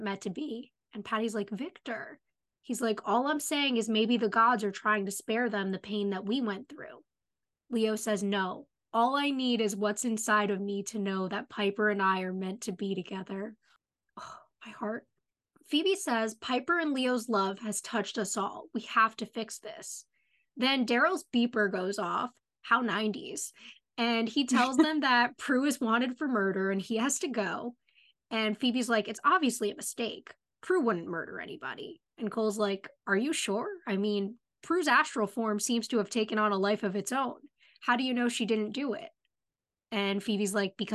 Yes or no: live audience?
no